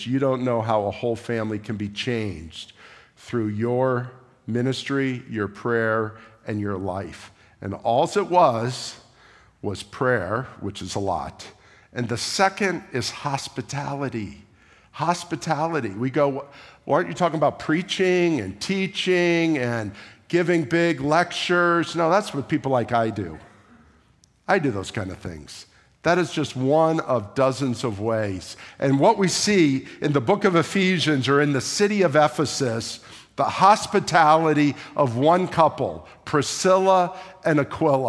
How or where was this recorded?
large echoing room